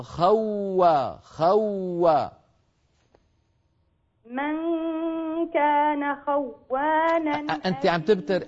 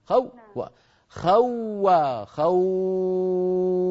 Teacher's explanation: عم تبتري صوت الواو، تقطعينه، تقولي خوانا خو و خوا خو، لا ينقطع صوت الواو، حرف رخو · Shown in: first take